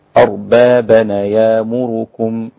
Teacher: نقل حركة الهمزة إلى الساكن قبلها · Term: النقل